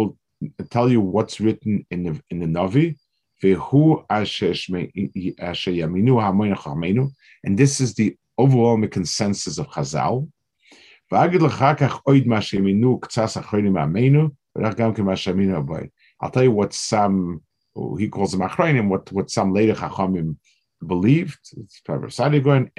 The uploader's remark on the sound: This shiur take place over Zoom on Motzei Shabbos.